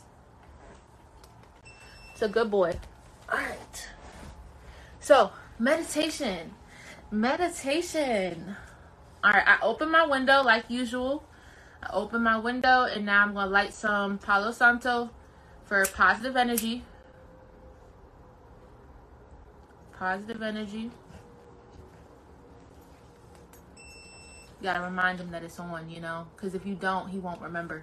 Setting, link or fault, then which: fault, sounds in the background